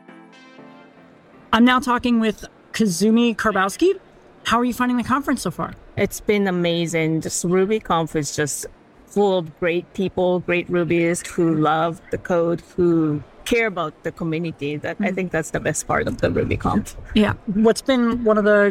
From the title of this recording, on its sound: Live From The RubyConf Hallway Track